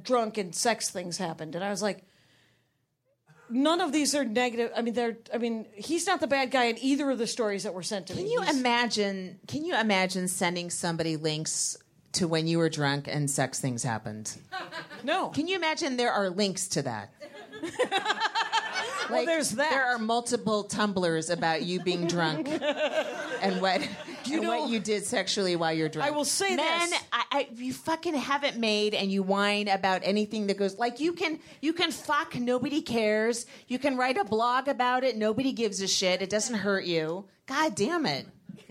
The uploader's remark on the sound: they are live from Flappers Burbank!